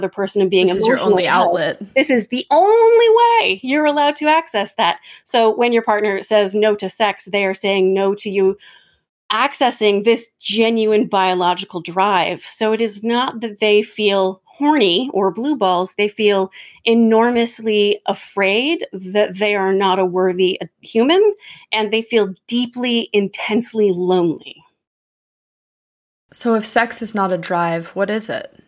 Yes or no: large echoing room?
no